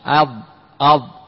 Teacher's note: طرف اللسان مع طرف الثنايا العليا · Term: الضاء